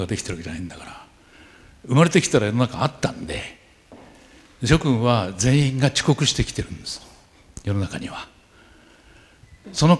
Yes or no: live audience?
yes